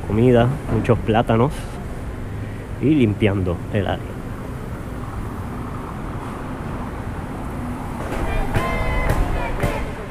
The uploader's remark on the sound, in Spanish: llegó a la Plaza de Armas, donde conversó